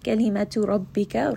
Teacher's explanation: ra here is going to be heavy because it has a fatha